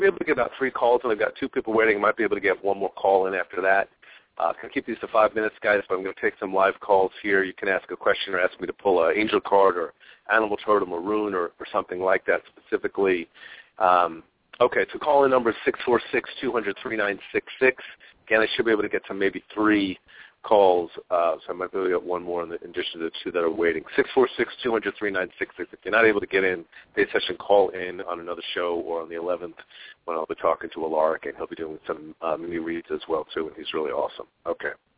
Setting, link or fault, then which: link, phone line